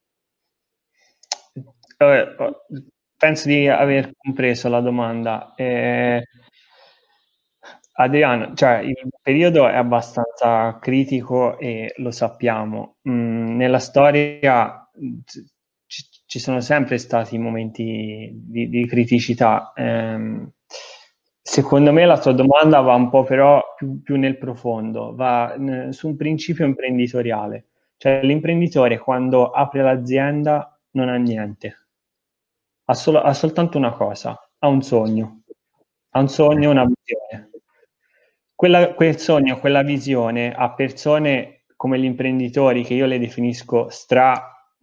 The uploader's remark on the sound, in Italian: Audio pillole webinar.